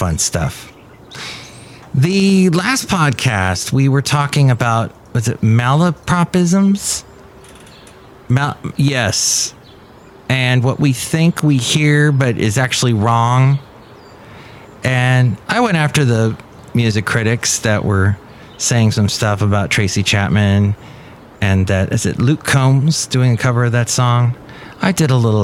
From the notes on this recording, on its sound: podcasts live from Café Anyway